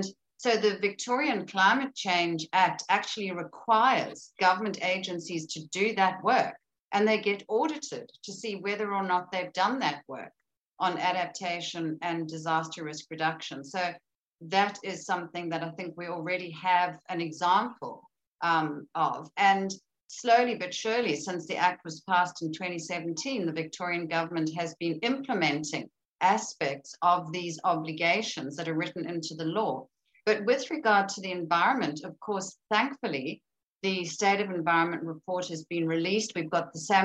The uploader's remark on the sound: This event was held via Zoom